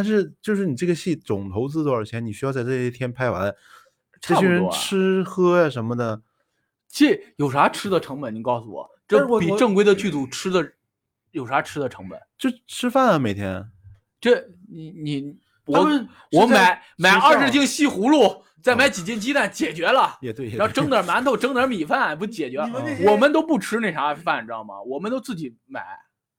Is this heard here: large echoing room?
no